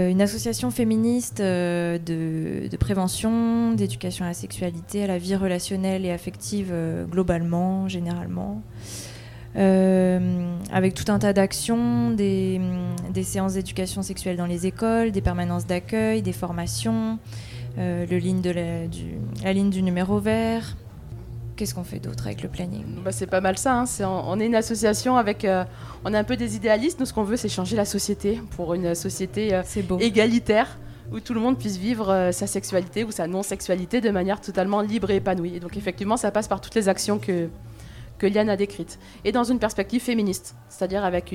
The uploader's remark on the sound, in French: Nouveau Festival 2023. Delta Fm est allée au Nouveau Festival à Cenon (33) pour donner la parole aux lycéens porteurs de projets, venus présenter leur travail.